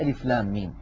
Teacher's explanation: لام تتألف من لام مفتوحة بعدها ألف بعدها ميم ساكنة، وبعدها في النطق ميم. · Term: مد لازم حرفي